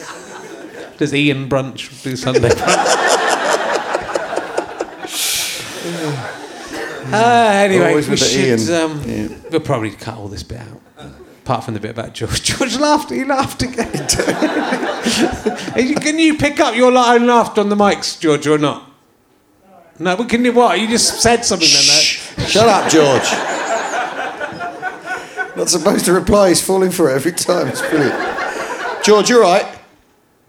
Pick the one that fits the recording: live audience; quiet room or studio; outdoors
live audience